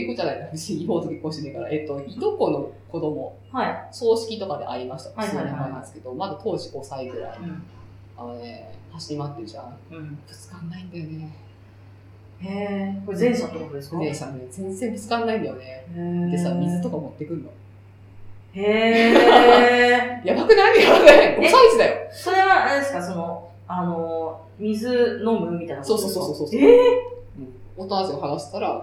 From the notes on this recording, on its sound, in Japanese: 今月ちょっと音質が悪いです。